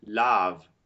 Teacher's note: The tongue is a little bit more forward for lave, a little bit brighter sounding. Yeah. This is a, which again on that chart is in the position of open O but without lips.